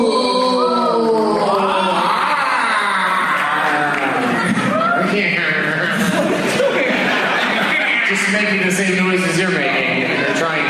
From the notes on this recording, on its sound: Competes against audience members at the Neptune Theater on Sunday April 14, 2013. Seattle.